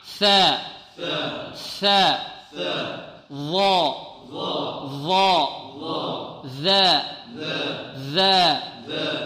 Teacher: ثلاثة أحرف تخرج من طرف اللسان مع طرف الثنايا العليا